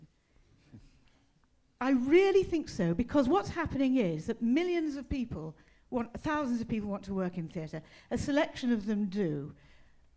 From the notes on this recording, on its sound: The question and answer session from the panel discussion